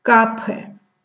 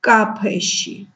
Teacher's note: Звук «п» произносится с придыханием.